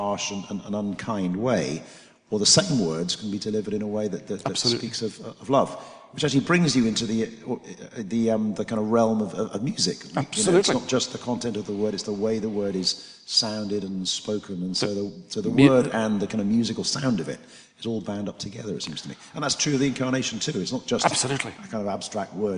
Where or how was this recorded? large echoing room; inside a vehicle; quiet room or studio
large echoing room